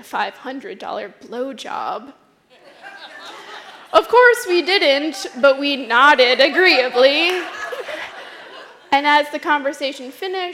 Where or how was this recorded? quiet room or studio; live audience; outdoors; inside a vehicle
live audience